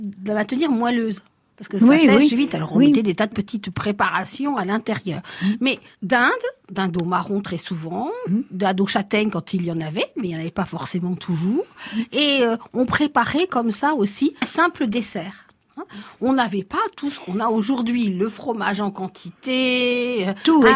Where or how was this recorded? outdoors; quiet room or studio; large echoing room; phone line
quiet room or studio